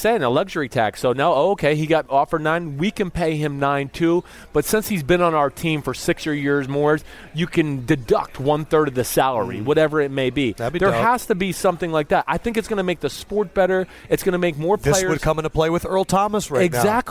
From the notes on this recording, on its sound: tonight's pod was taped in the San Jose airport during a flight delay